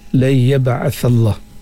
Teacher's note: nun mati berjumpa dengan ya idgham ma'al ghunnah, dengan dengung pada huruf nun mati apabila bertemu dengan huruf ya